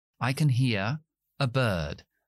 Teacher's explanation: Acentúo hear, acentúo bird.